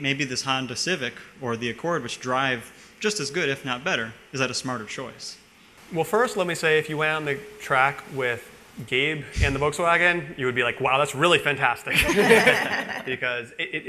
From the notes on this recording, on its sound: recorded live at the track with an audience of loyal fans